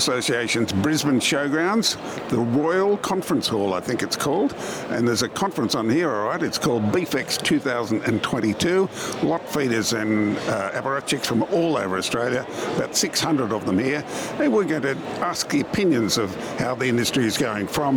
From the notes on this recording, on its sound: The Weekly Grill headed to the feedlot industry's BeefEX conference in Brisbane last week. A series of 'vox pop' responses from other lotfeeders attending the conference.